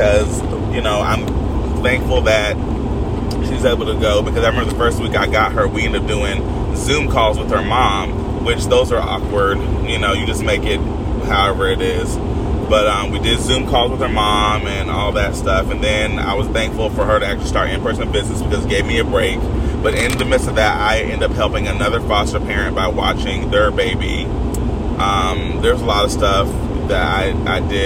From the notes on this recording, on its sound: This series is for when I’m on the go and have my most raw thoughts as I’m driving and thinking. Now I don’t have to apologize for the extra but I can say that this episode is clear and good.